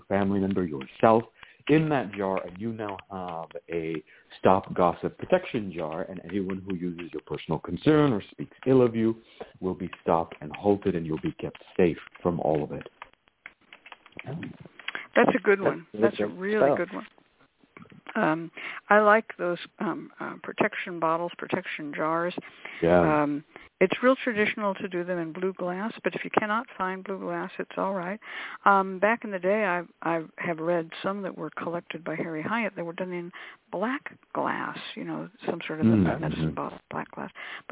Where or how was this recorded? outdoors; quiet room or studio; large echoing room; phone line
phone line